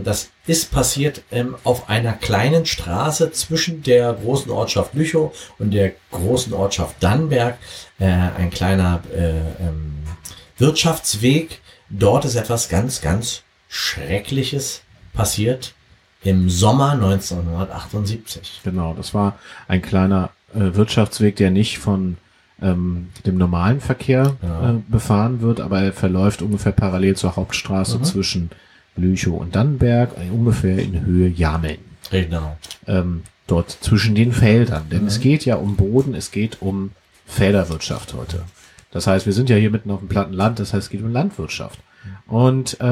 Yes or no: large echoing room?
no